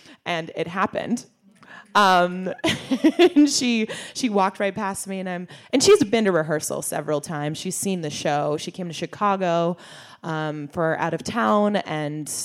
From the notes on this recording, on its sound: This quintet of triple threats sat down with us in front of a live audience at BroadwayCon 2019.